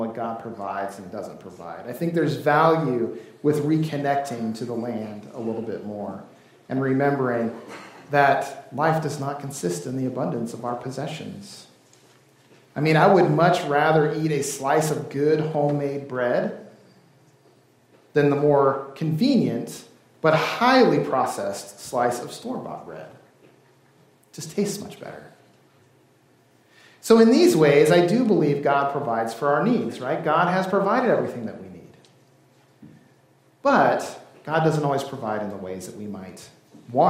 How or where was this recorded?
live audience